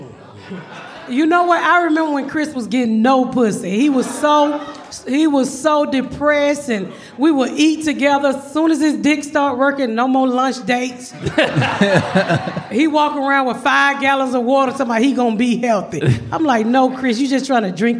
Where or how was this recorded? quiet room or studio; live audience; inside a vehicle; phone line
live audience